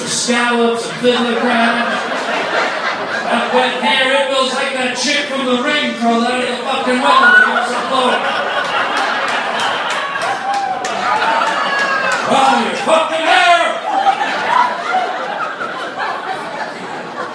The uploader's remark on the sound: DIRTY LIVE COMEDY. A dirty, dirty crowd. Nutty phone call from a listener.